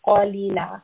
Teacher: qaf is from the back of the throat, and it is a heavy sound